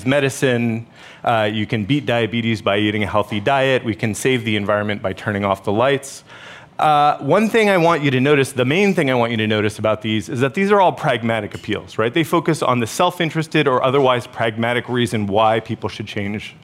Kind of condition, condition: setting, busy venue